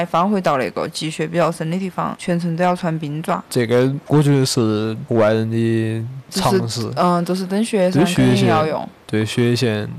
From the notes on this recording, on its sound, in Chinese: 本期播客在赞拉河河边录制，所以会有点杂音请各位谅解。